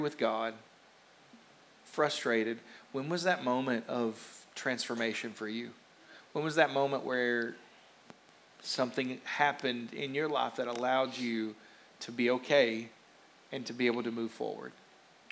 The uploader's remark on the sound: a rebroadcast of our service from October 31st, 2021